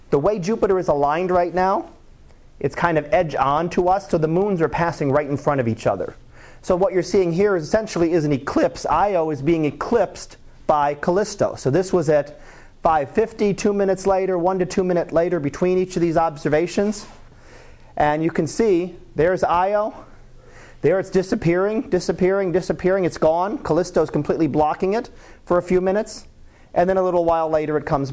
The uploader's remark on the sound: Live Class Lecture